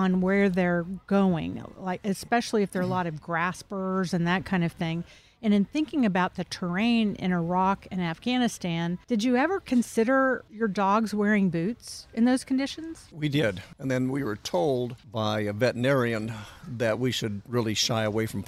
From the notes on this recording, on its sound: Recorded at Wheelers Western Outfitters